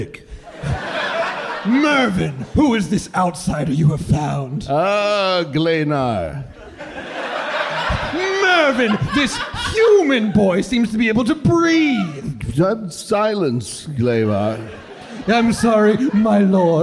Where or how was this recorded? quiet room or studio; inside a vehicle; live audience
live audience